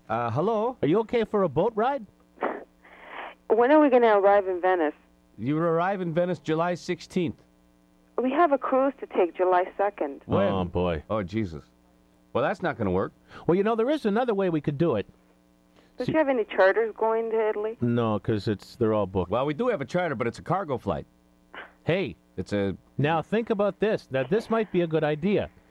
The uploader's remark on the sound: prank phone call